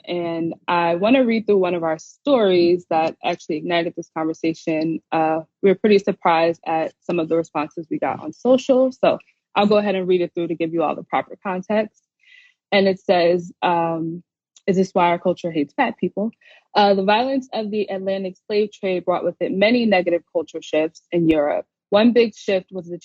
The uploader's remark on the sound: featuring an episode from PushBlack’s Instagram Live series